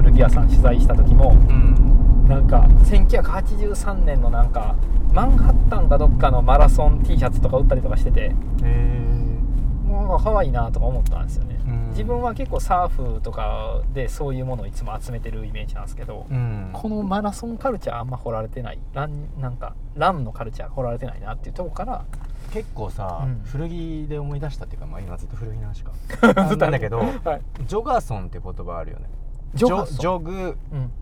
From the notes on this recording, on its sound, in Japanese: POPEYE Webに関わる編集チームらが普段おこなっているリアル通常業務（リサーチデー）の移動中を録音したまったりドライブ回となっています。